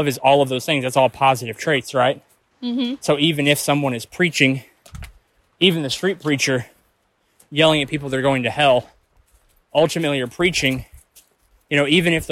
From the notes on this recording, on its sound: A conversation recorded while we were hiking. We pressed pause on life for a day to get away and pressed record as we walked through the woods and strung up a conversation that was too good not to capture.